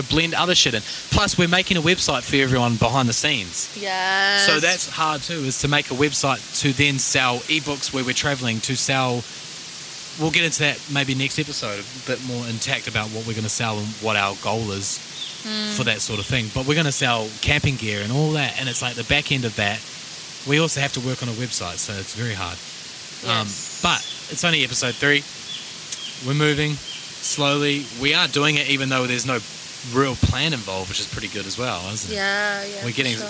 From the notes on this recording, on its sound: Bouncing over boulders we traverse through a river way for the perfect podcast setting (ambient sound involved). In the Blistering North Queensland heat we sit down to chat.